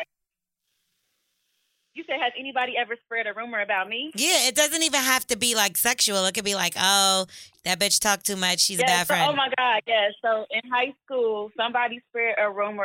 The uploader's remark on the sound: Today's episode we start off with some more voicemails. Opened up the phone lines.